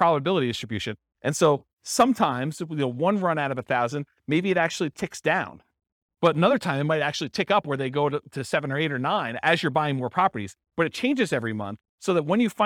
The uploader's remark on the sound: This was a live class recorded.